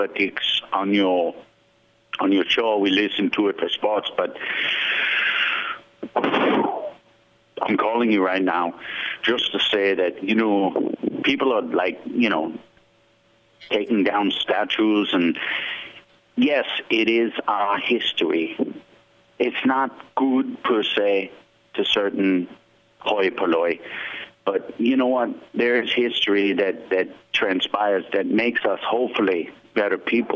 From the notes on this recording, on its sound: The show then slides off the rails as South Florida, both sides of it, call in to talks sports or whatever happens to be their minds at the moment.